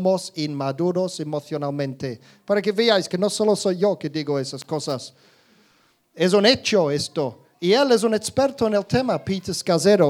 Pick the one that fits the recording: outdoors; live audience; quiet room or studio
live audience